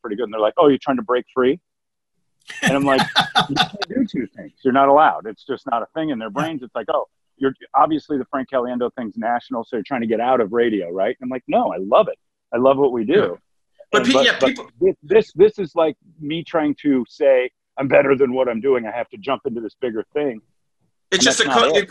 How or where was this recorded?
video call